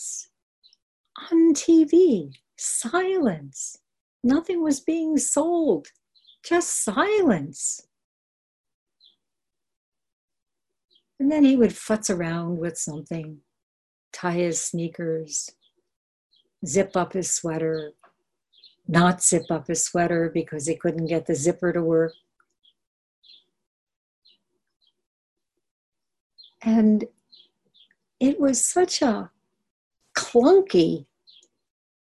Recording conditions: video call